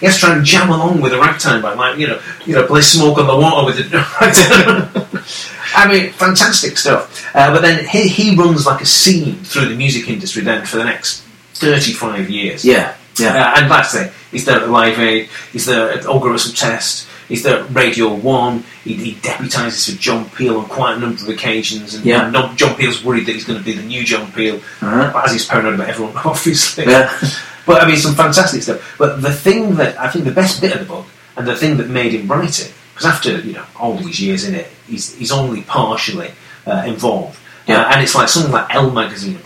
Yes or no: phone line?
no